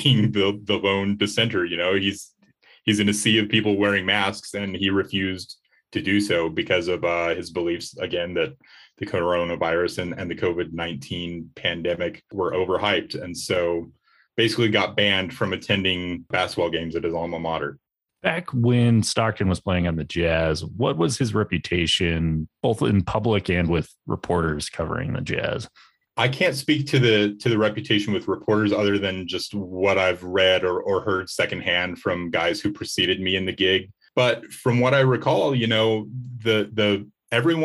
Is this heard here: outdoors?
no